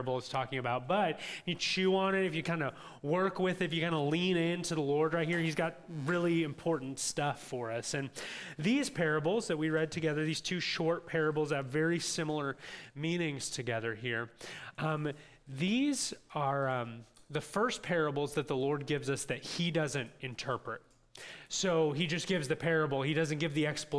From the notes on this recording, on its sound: This audio from New City Church in Champaign-Urbana, IL.